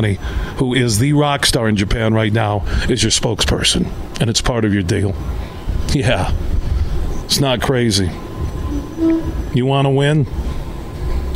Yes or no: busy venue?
yes